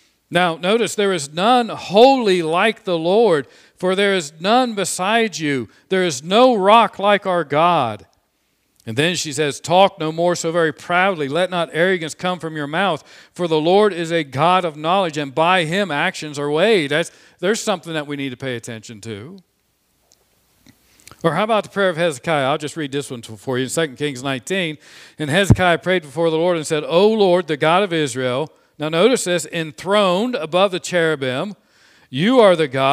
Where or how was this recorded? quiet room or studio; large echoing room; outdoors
large echoing room